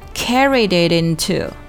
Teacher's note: off 之间有一个这个连读 parcel off，不要给他们两个拆分开来。plane 和 and 之间要连读 plane and，然后 and 的 d 要做一个失去爆破处理，不要读成 and carried 啊，而是要读成 and carried。carried 和 it 和 into 这三个单词全部要连在一起啊，在连读的时候，咱们的这个 it 的 t 的音要浊化成一个非常轻、非常快的 d 的音